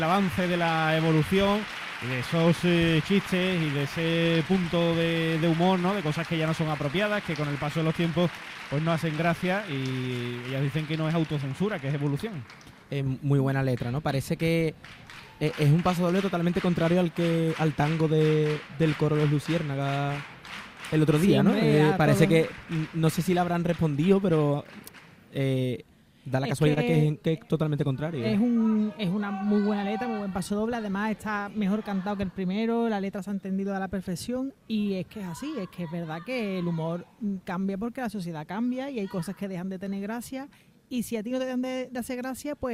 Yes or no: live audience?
yes